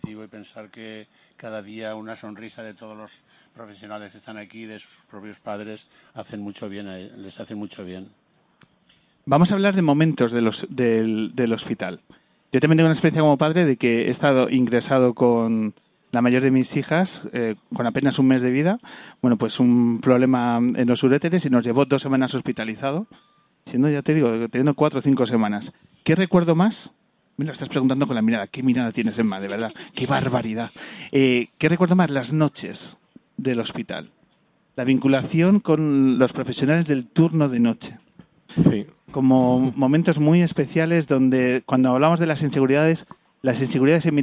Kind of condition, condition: setting, outdoors